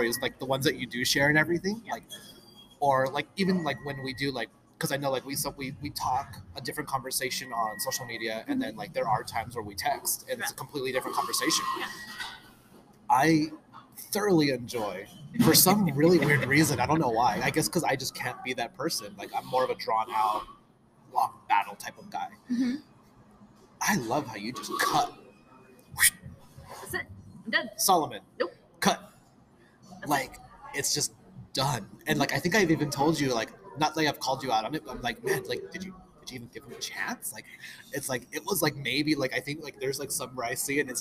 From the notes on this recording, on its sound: I sit down IN starbucks (pardon the noise).